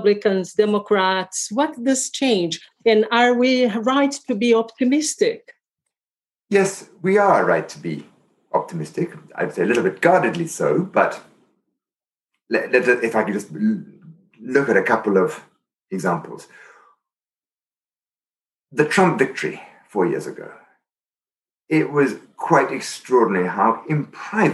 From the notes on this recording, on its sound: Interview recorded via Zoom